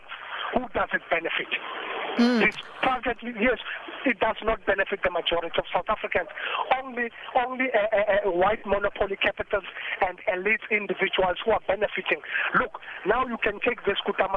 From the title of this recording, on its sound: Makhado Prison inmate calls into #UpdateAtNoon